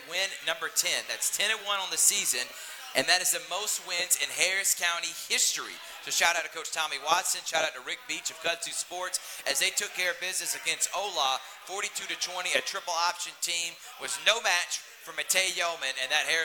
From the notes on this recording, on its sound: Live from Happy Hour Bar and Grill